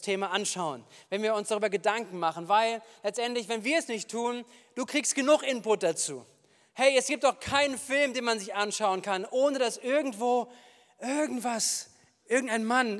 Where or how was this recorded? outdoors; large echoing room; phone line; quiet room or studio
large echoing room